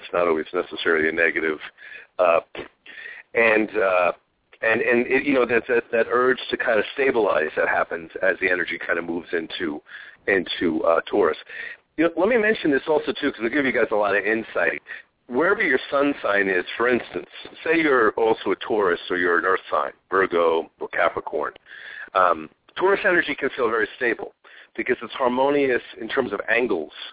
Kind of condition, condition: link, phone line